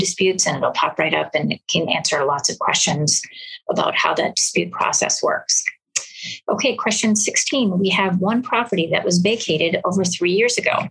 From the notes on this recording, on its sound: Zoom & Facebook Live First Friday Free Call-In